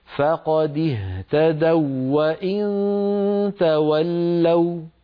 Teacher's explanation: لو وصلنا كلمة اهتدوا ب وإن تولوا يلتقي واوان، والواو الأولى ليست مادية لذلك لا بد من الإدغام هكذا، فقد اهتدوا وإن تولوا، فقد اهتدوا، فندغم الواو في الواو لأن الواو الأولى ليست مادية، لو كانت مادية فلا إدغام.